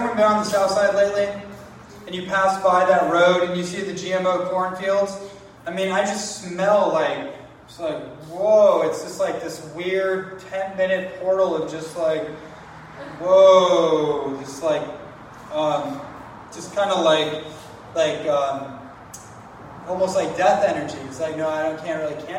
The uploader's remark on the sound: live presentation on the island of Kauai